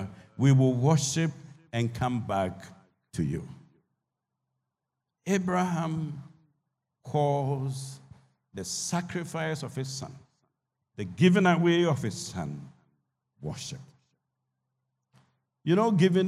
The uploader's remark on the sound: Sermon preached at CBC Shiashie Campus